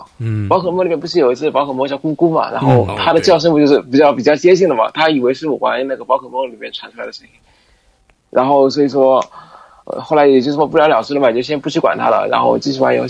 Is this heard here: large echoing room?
no